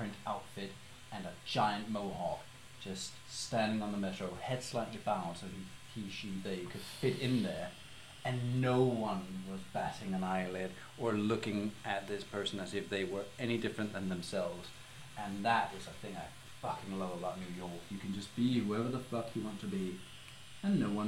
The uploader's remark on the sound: We apologise for the sketchy audio. I forgot to record from my mic....